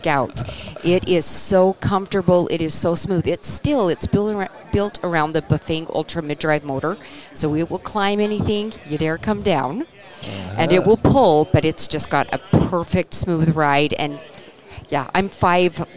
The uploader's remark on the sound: At the Safari Club International Convention in Nashville, Tn.